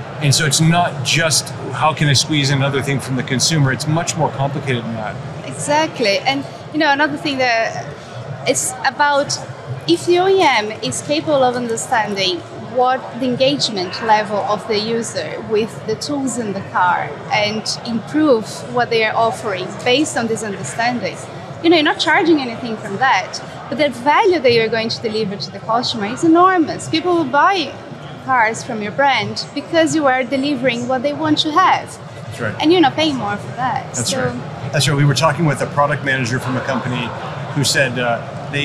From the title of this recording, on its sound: Live from AutoTech: Detroit